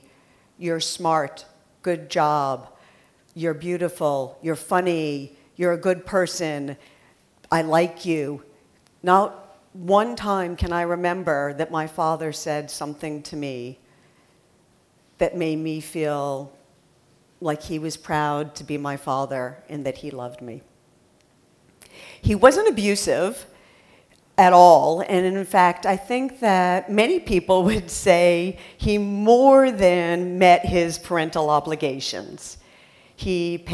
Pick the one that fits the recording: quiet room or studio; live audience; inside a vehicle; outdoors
live audience